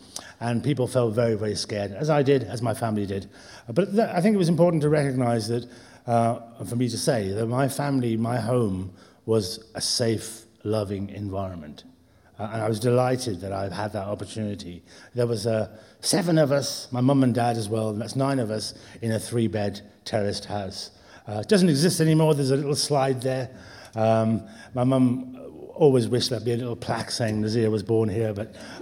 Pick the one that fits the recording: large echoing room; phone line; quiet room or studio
large echoing room